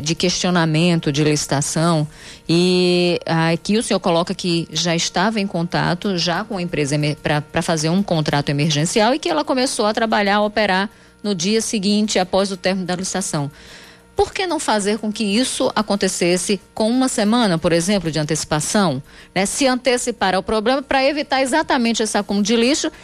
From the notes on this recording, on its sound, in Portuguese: conversaram por telefone